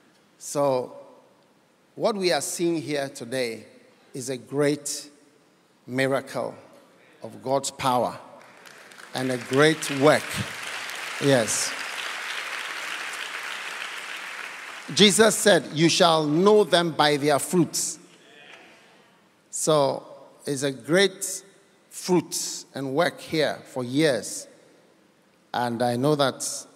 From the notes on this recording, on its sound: Preached at The City Harvest Church, Singapore.